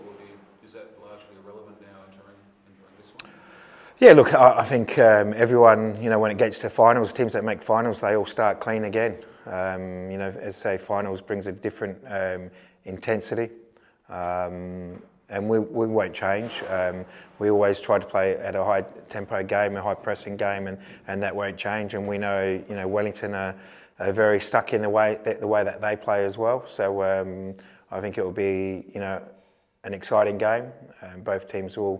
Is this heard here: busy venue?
yes